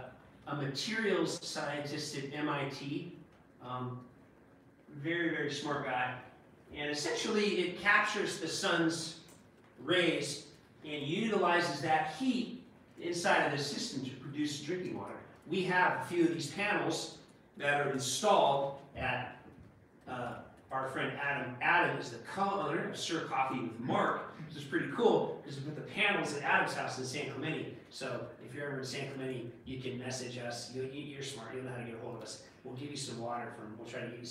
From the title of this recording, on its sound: CHAPMAN UNIVERSITY LECTURE